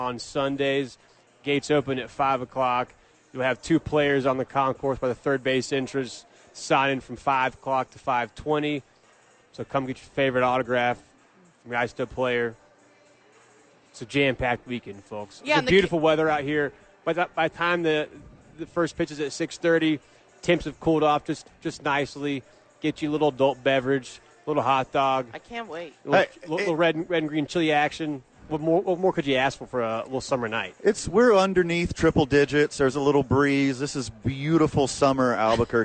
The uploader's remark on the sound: live from Isotope Park